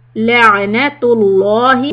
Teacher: متصل عليهم لعنة الله so make the عين سكون clear لعنة don't put a hiccup and make it sound like همزة